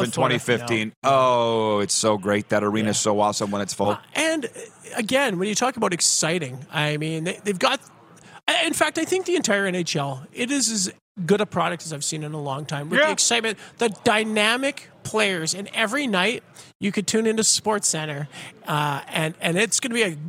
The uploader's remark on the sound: LIVE at Baller's Rec Room in Regina, Sask!